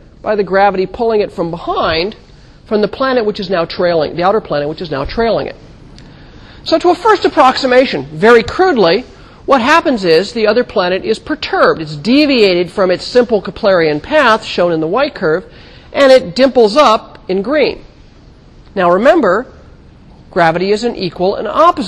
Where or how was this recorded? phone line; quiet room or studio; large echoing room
large echoing room